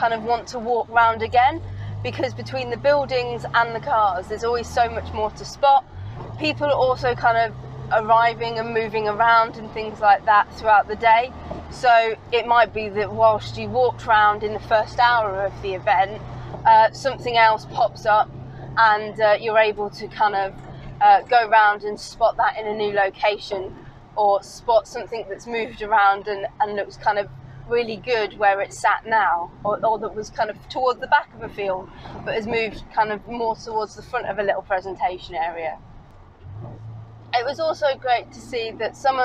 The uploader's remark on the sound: all recorded from my 1968 Morris Minor, Peggy